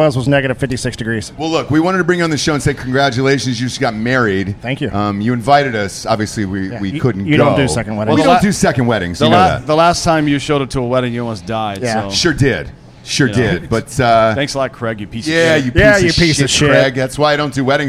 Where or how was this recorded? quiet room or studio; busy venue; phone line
busy venue